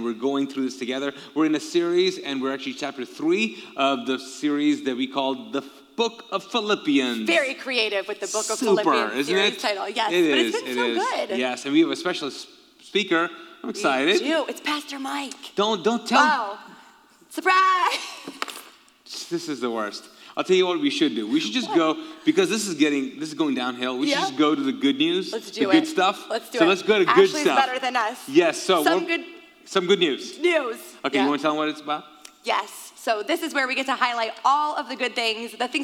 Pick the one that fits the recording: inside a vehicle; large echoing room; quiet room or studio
large echoing room